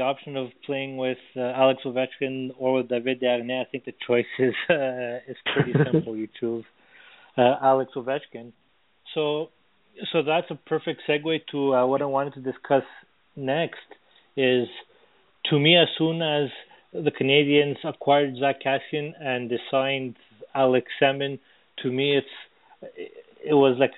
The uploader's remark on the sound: we take your phone calls